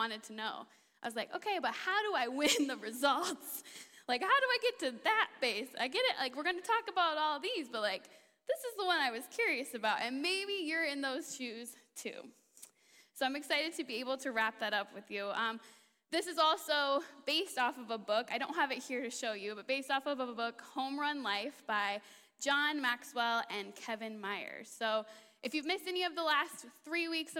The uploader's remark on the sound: a special guest interview live on stage